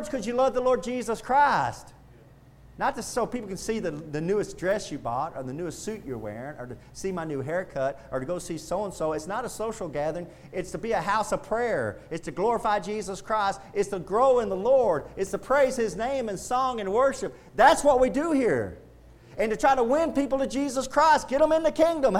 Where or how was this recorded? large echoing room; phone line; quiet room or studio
large echoing room